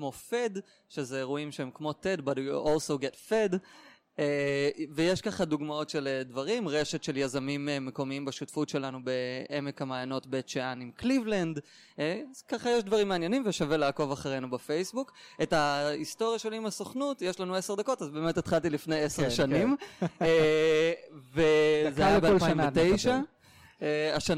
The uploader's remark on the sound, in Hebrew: שהוקלטה באירוע השליחים החוזרים ב2019